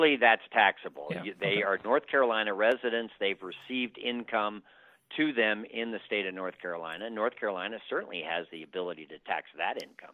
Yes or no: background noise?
no